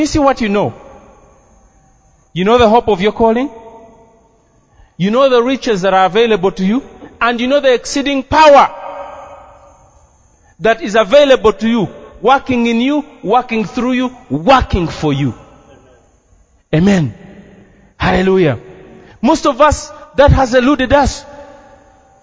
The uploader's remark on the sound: This message is a Live recording from a service at Breakthrough Miracle Life.